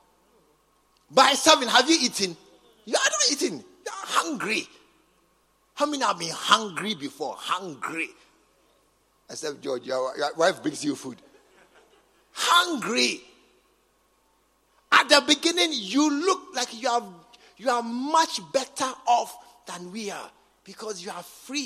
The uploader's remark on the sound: Preached at the True Vine Cathedral, Bantama